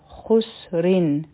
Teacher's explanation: دلته به خوا غټه ویلی کیږي او را نری ځکه چې د را د لاندې ډبل زیرونه دي